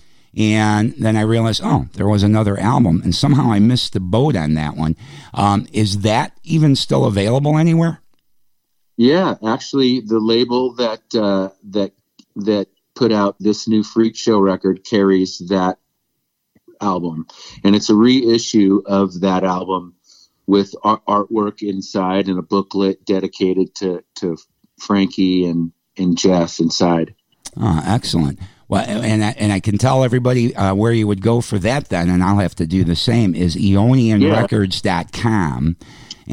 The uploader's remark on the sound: join us by phone